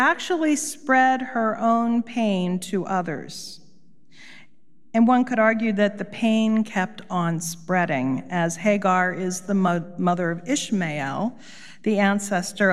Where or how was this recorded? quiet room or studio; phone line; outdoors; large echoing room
large echoing room